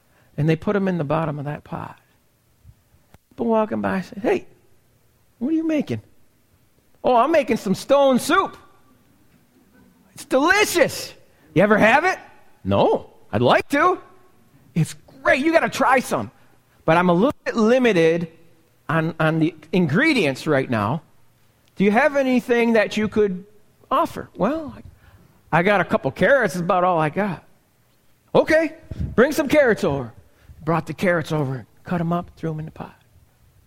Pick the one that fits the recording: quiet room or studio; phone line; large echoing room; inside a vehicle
large echoing room